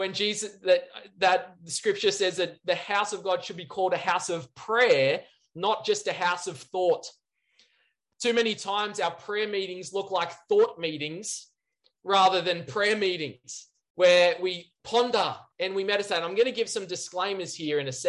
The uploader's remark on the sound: C3 Church Tuggerah Zoom Church service